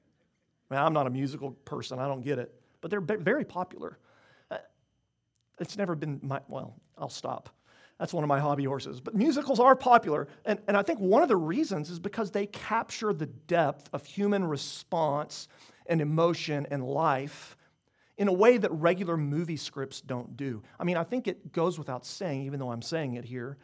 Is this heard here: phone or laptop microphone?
no